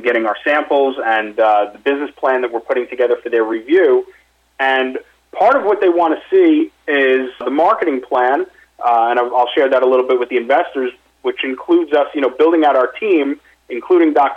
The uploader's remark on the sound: Investor Conference Call